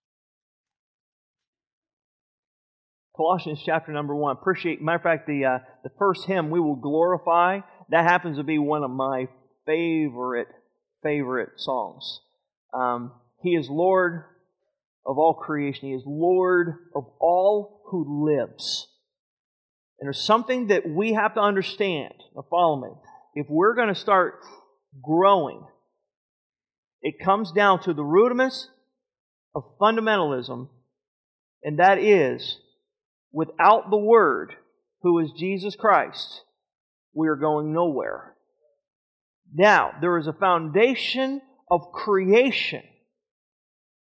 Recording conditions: large echoing room